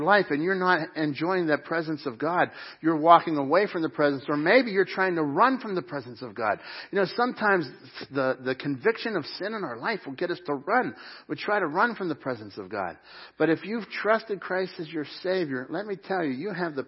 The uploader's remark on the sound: Crossroad Ministries Live Service